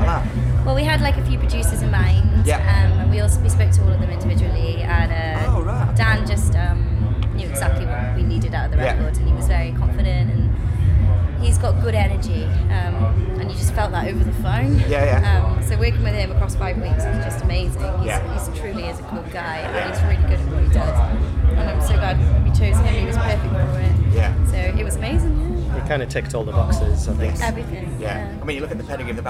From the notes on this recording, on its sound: at Leeds Festival 2019 before their set on the 'Lock Up' stage